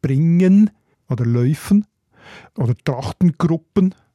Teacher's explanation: auch das N am Schluss, wo man ja auf dem Hochdeutsch kennt, haben die bewahrt, also bringen oder läufen oder Trachtengruppen, sagen, ja, als Witz sagt man aber auch der Kantenlädchen, also das N gehört dort wirklich dazu, wo man sonst, wir sagen ja bringen, machen, mhm.